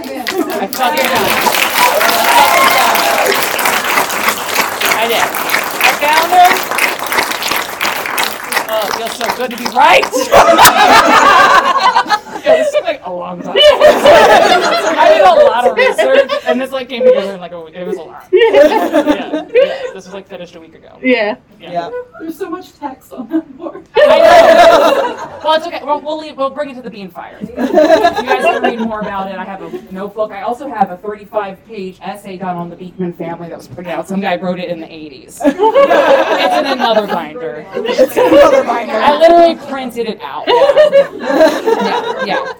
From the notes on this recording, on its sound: We had such an amazing time doing our first ever live show at Anahata's Purpose!